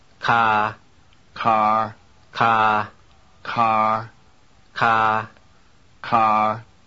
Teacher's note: Both of these words begin with a K that has a heavy stream of air after it. · Term: aspirated K